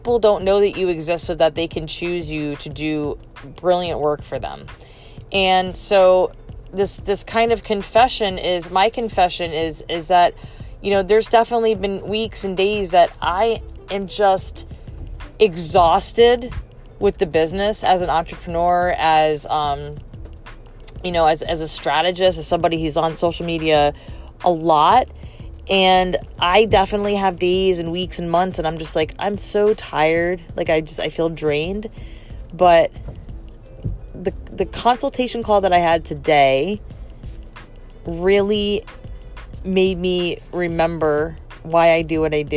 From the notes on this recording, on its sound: Recorded from my car, out and about running errands